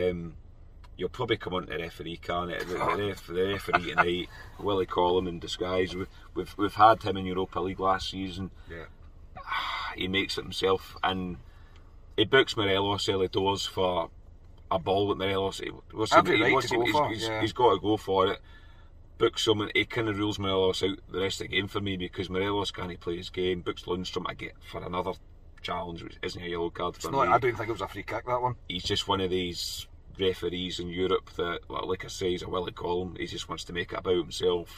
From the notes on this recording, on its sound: From the car after leaving Ibrox.